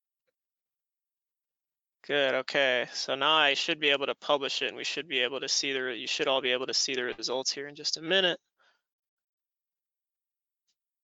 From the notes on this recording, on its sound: In a recent webinar